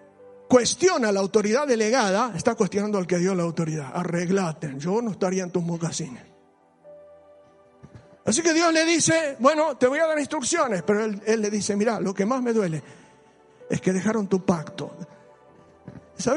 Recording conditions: large echoing room